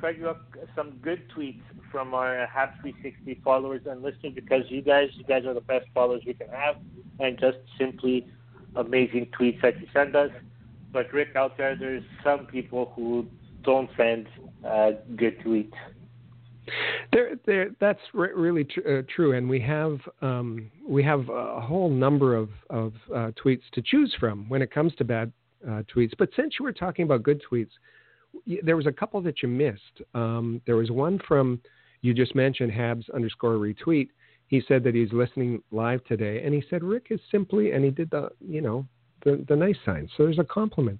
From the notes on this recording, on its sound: we take your phone calls